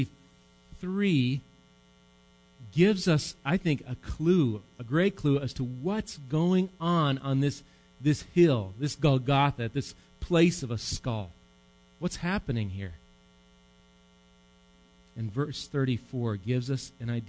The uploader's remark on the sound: Recorded live at Bethany Bible Church on 11/4/18